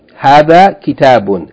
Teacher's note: hadha is pronounced as though it's a long vowel in the beginning, even though the aleph is not written.